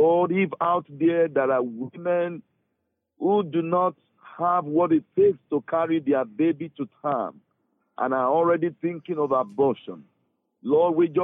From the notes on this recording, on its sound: took the time to give us a phone call